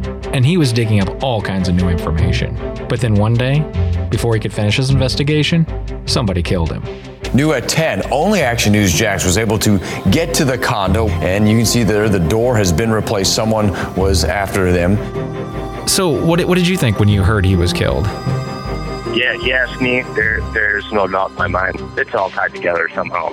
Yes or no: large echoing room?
no